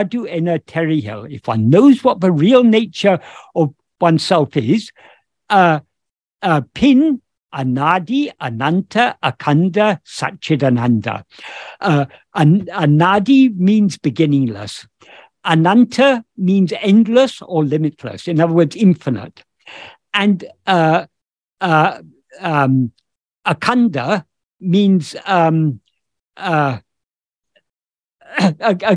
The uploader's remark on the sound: In a Zoom meeting with Ramana Kendra, Delhi